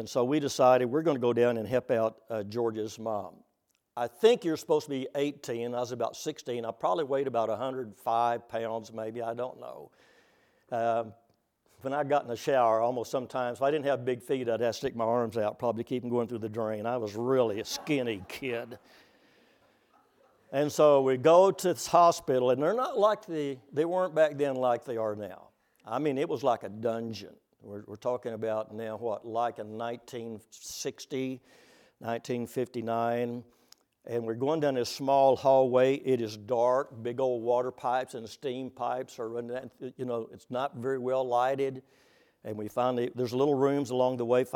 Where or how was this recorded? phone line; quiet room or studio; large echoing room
large echoing room